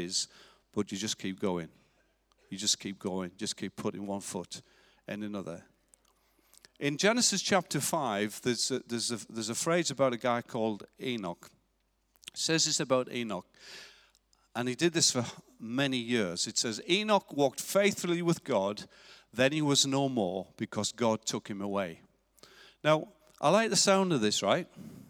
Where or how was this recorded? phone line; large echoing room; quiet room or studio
large echoing room